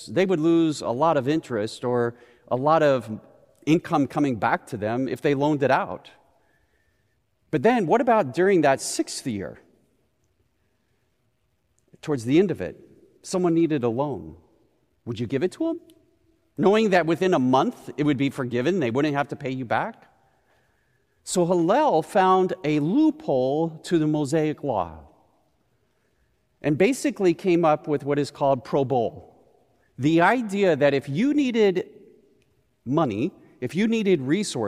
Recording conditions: large echoing room